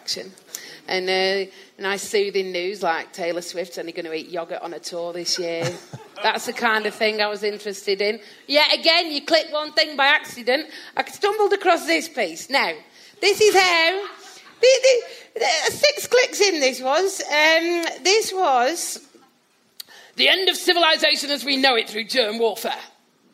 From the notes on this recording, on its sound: AdelaideCabaretFestival. Recorded live on stage. I’d urge you to listen out for the excruciating audience reactions. In front of the good people of Adelaide.